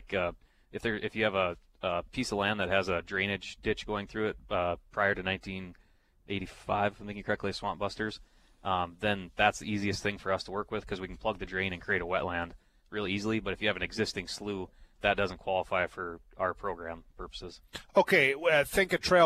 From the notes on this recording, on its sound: North Dakota Farmers Union Convention. Live at the NDFU Convention.